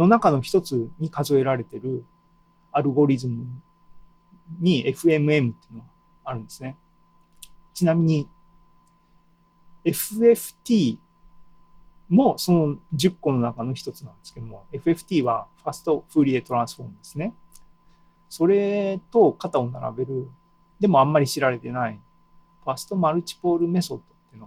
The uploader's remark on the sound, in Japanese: ２０２２年７月２７日に開催した ZOOMライブの模様です